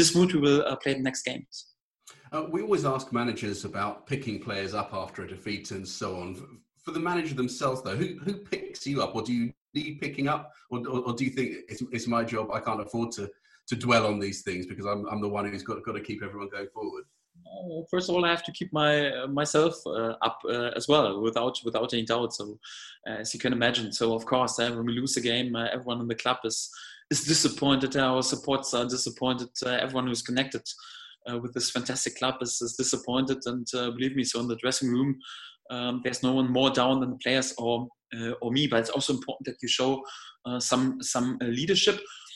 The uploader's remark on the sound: Video conference with the media.